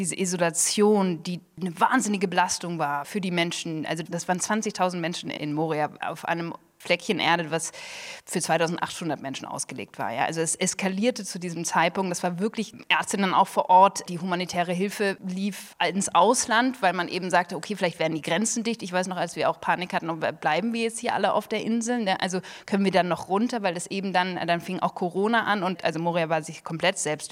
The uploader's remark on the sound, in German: Gekürzter Mitschnitt der Buchpremiere am 29.3.2023 im Dokumentationszentrum Flucht, Vertreibung, Versöhnung, Berlin